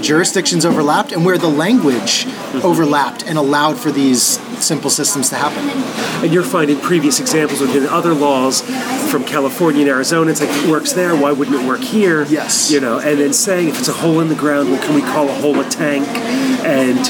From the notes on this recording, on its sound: a conversation recorded live at a local coffee shop